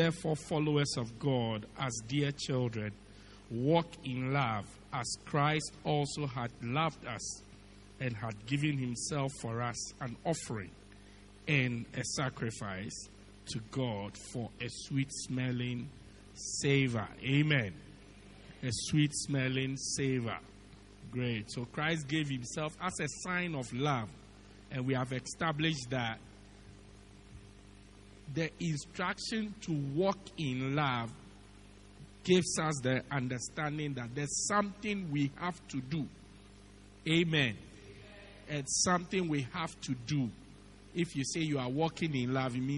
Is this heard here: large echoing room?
yes